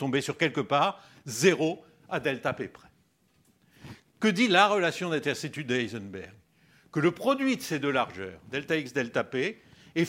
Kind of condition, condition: setting, large echoing room